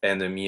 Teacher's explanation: really enemy with the open e, which is different from other words in French that starts with the en combination